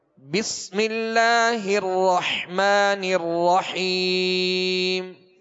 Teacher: را جو مشدد ہے اس کو بھی دوہرا پڑھیں گے، اور حا کو واضح پڑھیں گے، دو حا ہیں، رحمان الرحیم، حا کو وسط حلق سے پڑھیں گے.